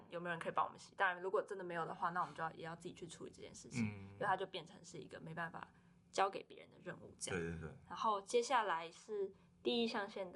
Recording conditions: uneven or low level